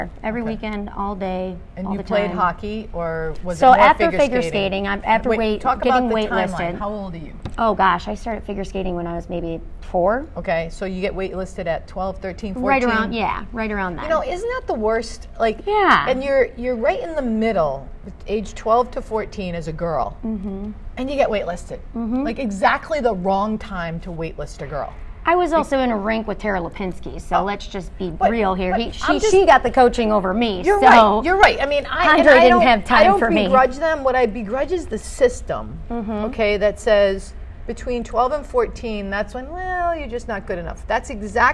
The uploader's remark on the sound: Live from AdventHealth Center Ice